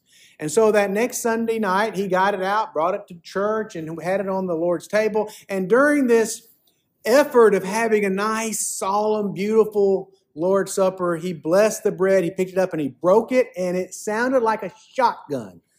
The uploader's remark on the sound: preached at Fairmount Baptist Church on January 21, 2024